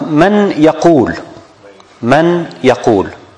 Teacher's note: So it's totally deleting the noon, and we pronounce the next letter as doubled. So the letter has totally occupied the position of the noon, and he took over it. · Term: idgham